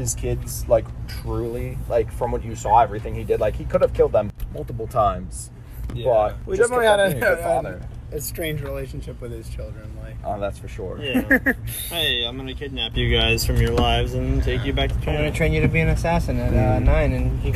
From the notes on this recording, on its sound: Driving Podcast. Discuss the movie while enjoying nature (hence the background noise).